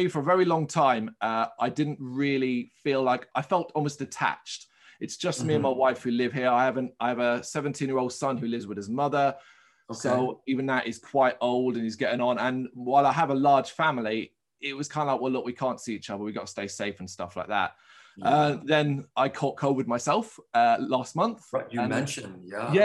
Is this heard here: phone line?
no